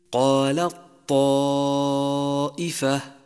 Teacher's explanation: ثالثا إدغام التاء في الطاء، مثل قال طائفة، تدغم التاء بالطاء إدغاما كاملا وتشدد الطاء